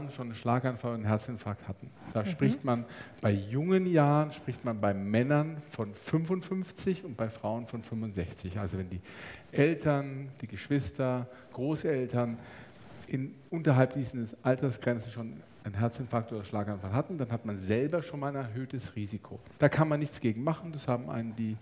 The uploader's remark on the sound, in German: Theresien-Krankenhaus Nürnberg. Live-Aufzeichnung. Dazu hatten auch die Zuhörer*innen zahlreiche Fragen.